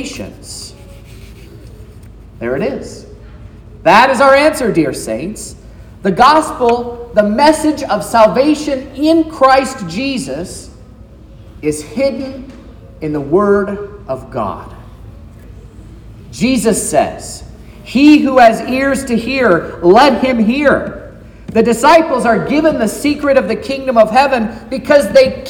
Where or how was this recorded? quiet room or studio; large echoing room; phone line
large echoing room